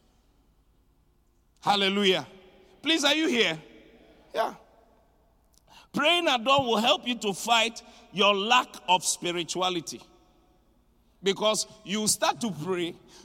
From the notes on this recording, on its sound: Preached at the Qodesh. Inspiration Service.